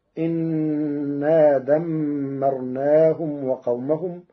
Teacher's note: قرأ ورش كلمة أنا بكسر الهمزة فتصير إنا دمرناهم وقومهم على الاستئناف، وكان ناقصة قبلها.